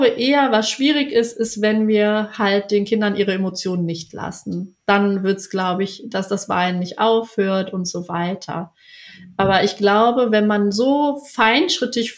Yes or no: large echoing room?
no